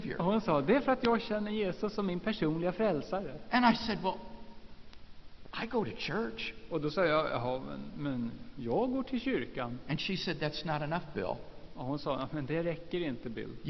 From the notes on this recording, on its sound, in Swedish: Inspelad i Saronkyrkan, Göteborg 1999-03-14.